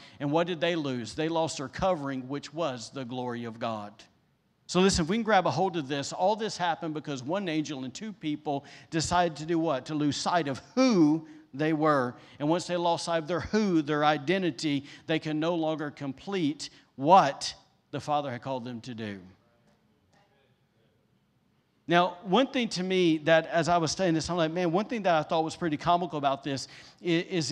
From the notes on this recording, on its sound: was recorded on Sunday, July 18th, 2021, during service at The Anchor Church in Rockport, Maine